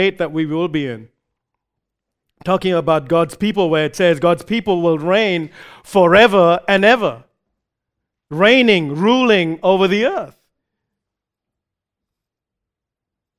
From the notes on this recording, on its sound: recorded live at Grace Community Bible Church